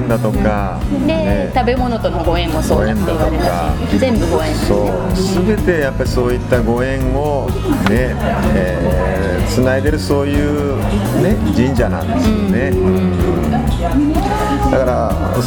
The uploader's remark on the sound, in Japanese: ガストのにぎやかな店内で。対談収録しました。